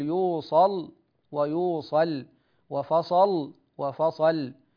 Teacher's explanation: يقف بالتغليظ والترقيق مع تقديم التغليظ · Term: اللام الموقوف عليها